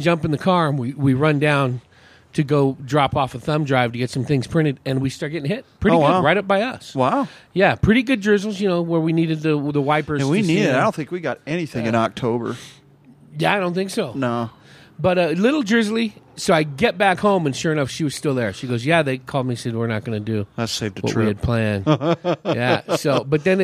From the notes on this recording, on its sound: This episode was recorded at & brought to you by Big Daddy E’s BBQ & Catering. This episode was recorded at & brought to you by Big Daddy E’s BBQ & Catering.